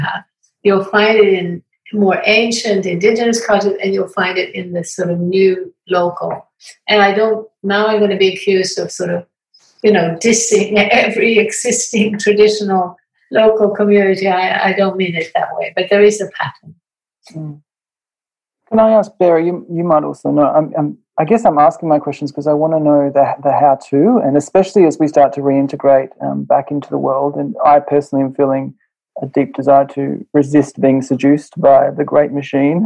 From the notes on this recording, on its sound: We wrap up our weekly Zoom Conversation Series.